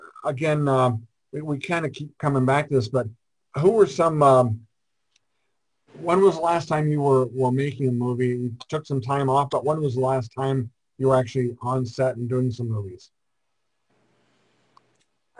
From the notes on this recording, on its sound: appeared on our Zoom Show on 10/11/2020